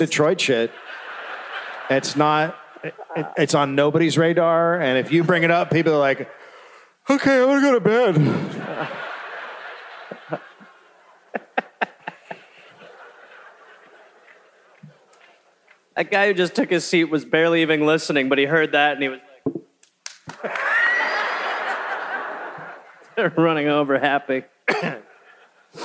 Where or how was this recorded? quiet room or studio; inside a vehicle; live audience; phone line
live audience